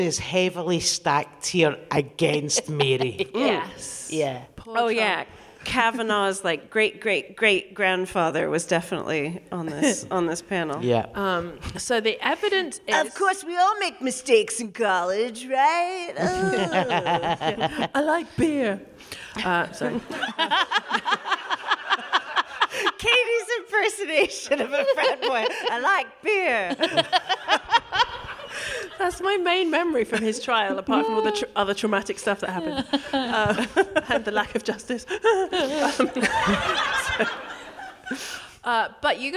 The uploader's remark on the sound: DWSC LIVE. We hear from a member of the audience.